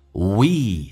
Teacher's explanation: We all have a deep ocean in us.我们每一个人在我们的心中都有一片海洋，都有一片深海。体验一下 We 长元音，嘴角咧到极限